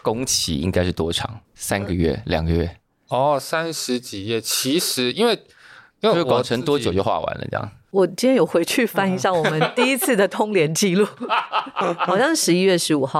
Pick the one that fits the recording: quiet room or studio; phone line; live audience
quiet room or studio